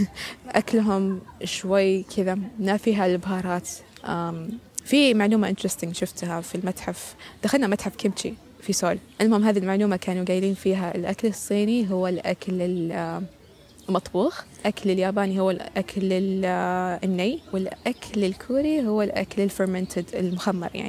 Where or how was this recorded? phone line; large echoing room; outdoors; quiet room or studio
outdoors